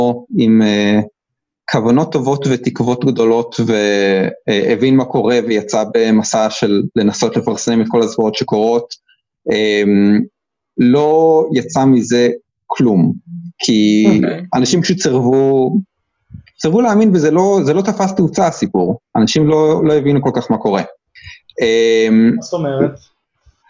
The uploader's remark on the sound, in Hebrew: הרמת הקלטה דרך זום